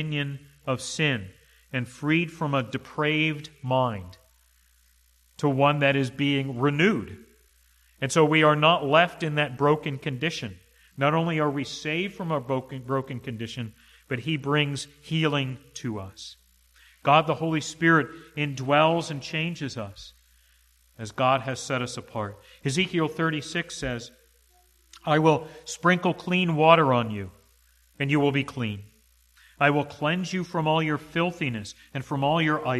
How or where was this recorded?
large echoing room